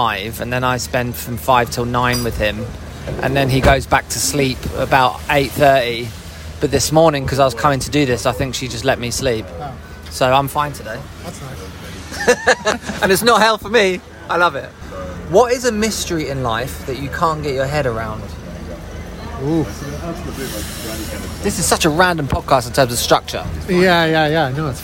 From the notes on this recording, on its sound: Live from legendary London cafe 'Bar Italia'. Sipping a rain-diluted latte.